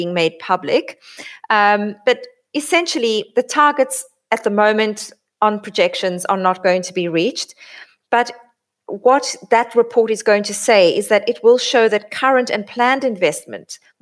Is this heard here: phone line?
no